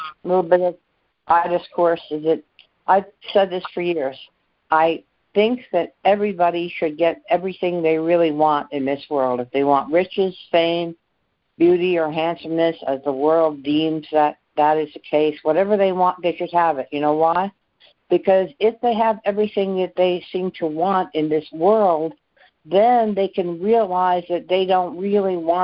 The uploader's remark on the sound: ACIM Daily Conference Call.